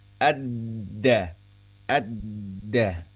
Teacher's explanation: huruf dal yang sangat tertahan, tidak bisa kita bunyikan, tidak bisa kita ucapkan dengan leluasa · Term: sifat syiddah